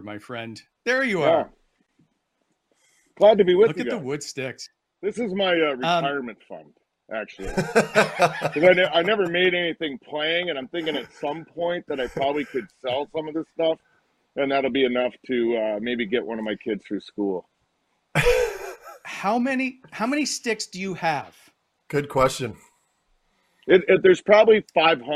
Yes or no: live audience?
no